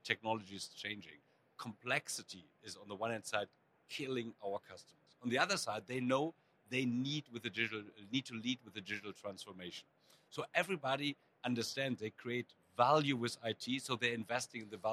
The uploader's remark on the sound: Live at Cisco Live